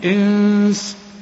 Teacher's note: إنس ولا، إذا وقفت هتقول إنس، النون هنغنها والسين برضو من حروف الإخفاء